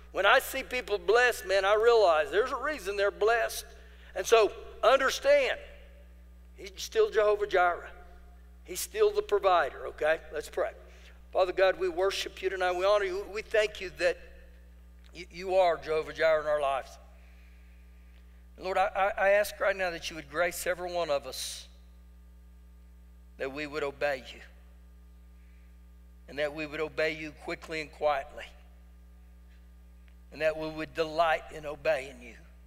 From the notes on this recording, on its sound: Recorded live during our Wednesday night service